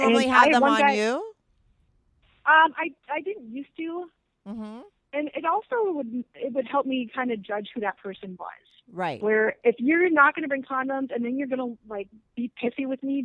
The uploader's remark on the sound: her first ever call in to the show